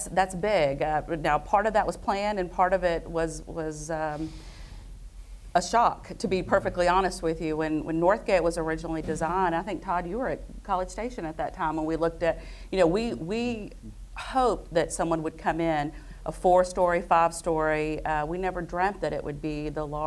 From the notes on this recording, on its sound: Live from The Stella Hotel. This episode was taped in front of a live audience.